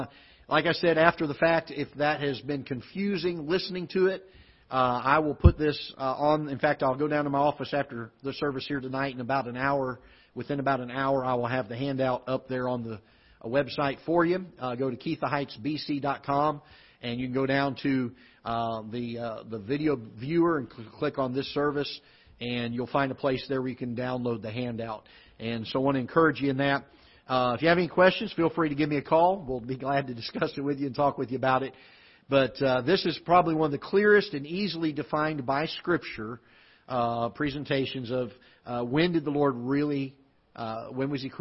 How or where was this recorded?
large echoing room